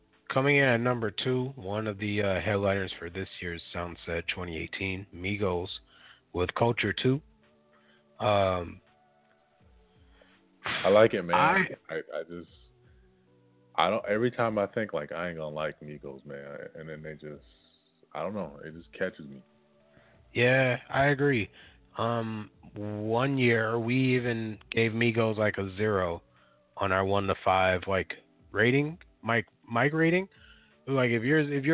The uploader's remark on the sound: Will call in for a live interview. 5 mics.